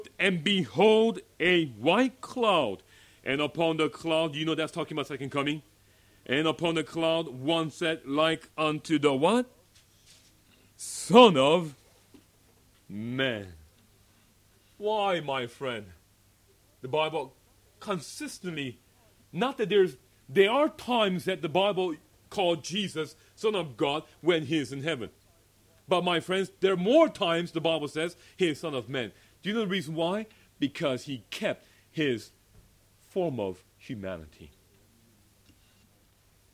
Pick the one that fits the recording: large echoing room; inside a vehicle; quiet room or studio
large echoing room